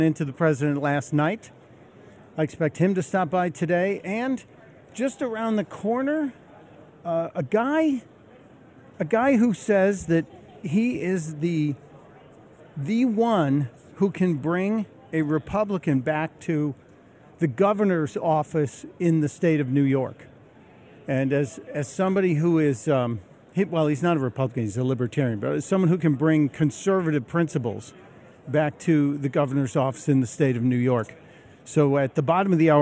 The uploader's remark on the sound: Live form Freedom Fest. On The Blaze Radio.